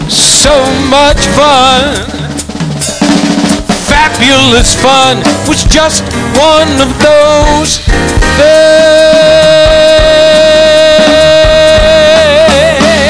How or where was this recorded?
busy venue